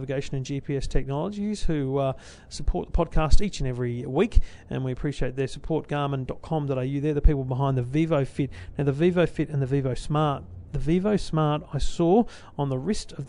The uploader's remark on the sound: My Show Floor Preview Of CES. Your Tech Life LIVE from CES 2015.